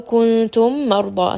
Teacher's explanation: ميم is going to have توسط، ميم after has شدة، so I am going to merge these together